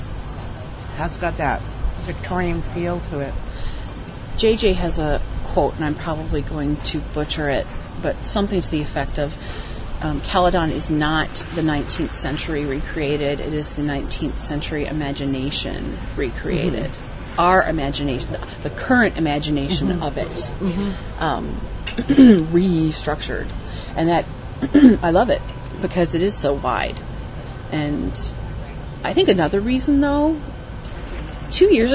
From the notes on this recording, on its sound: recorded August 30, 2008, at CaleCon, a real-life meetup held in St Marys, Ontario, Canada